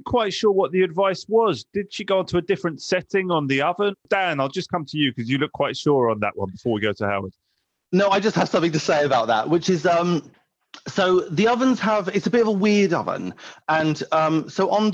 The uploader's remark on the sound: recorded this podcast remotely via Zoom.